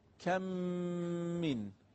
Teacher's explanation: هم ادغام میکنیم هم غنه میدیم هم دو حرکت کشش